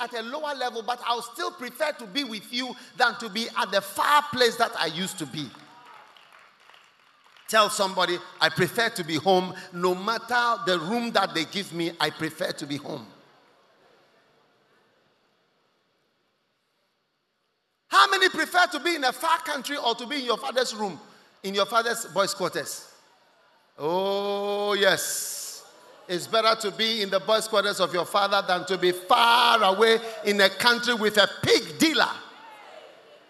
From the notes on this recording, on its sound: Preached at The COME HOME Service held at the First Love Center, Accra